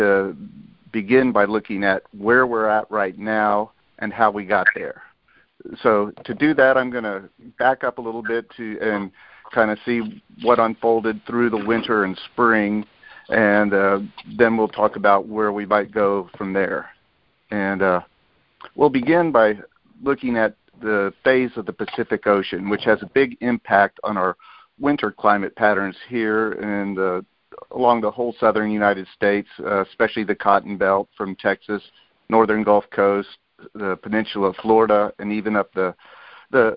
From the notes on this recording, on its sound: Monthly Conference Call